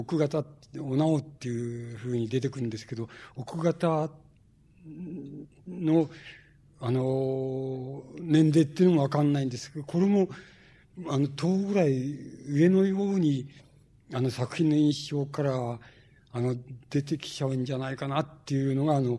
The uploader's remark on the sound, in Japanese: 主催：紀伊國屋書店。場所：新宿・紀伊國屋ホール。音源は主催者提供。